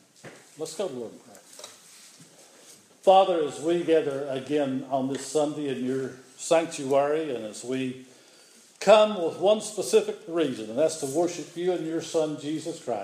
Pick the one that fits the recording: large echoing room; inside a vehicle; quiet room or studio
large echoing room